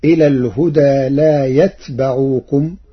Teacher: قرأ ورش كلمة يتبعوكم بسكون التاء وفتح الباء